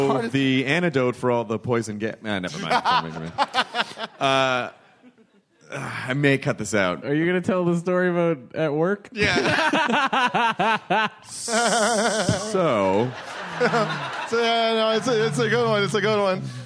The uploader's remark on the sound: It's some LIVE hostful goodness! Do a hostful live at SF Sketchfest. Then they take Quemments from the audience!